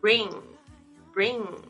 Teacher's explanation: 其实它是这个舌根，就是你的舌头的最根部，它是翘起来的，所以它会有一种那种鼻音，是后鼻音。